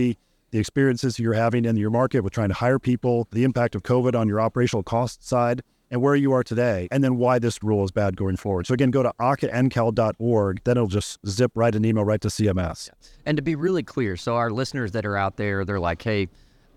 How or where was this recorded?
busy venue